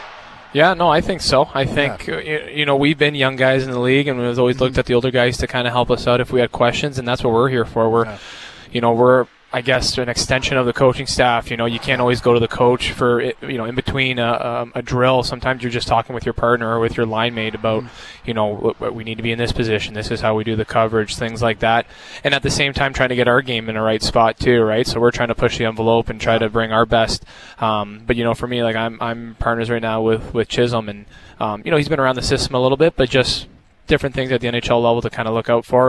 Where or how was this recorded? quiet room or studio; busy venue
busy venue